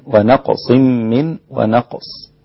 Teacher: ونقص إذا وقفنا عليها برضو هنقلقل القاف وقفا أو وصلا